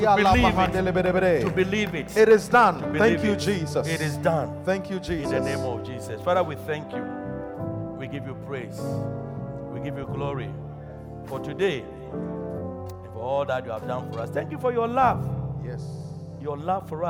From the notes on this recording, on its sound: Preached at Loyalty House, Abbey, Dawhenya